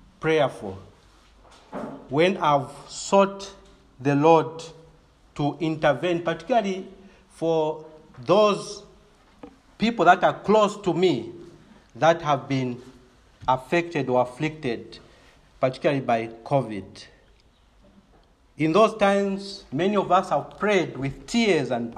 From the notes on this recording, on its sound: This is a sermon preached in the morning of August 22, 2021 at Crossway Baptist Church